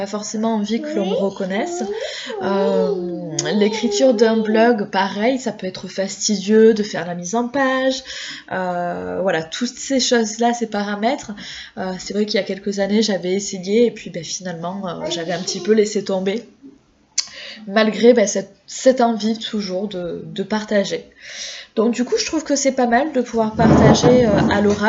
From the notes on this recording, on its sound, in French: Désolé pour le bruit de fond.